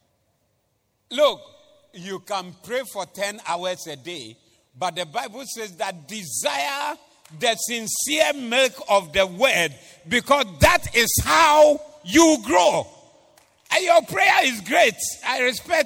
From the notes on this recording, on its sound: Preached at the Doxa Service 14082022